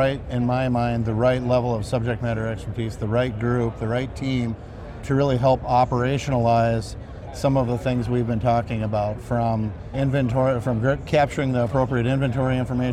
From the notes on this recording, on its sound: an Interview in Action live from HIMSS 2023